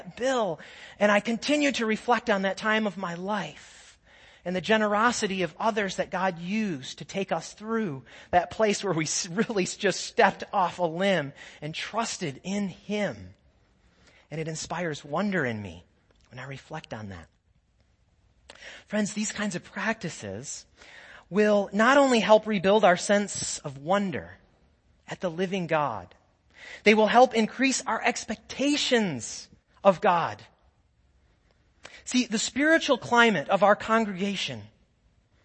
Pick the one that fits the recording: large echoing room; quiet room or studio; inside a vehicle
large echoing room